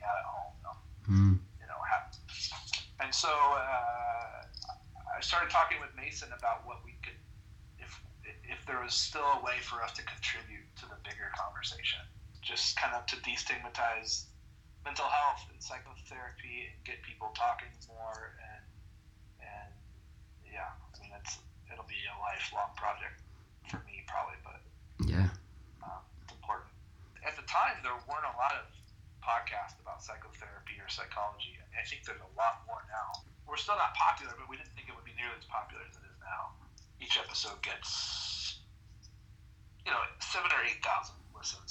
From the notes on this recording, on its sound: As Seattle isn't around the corner to London we had a phone call interview.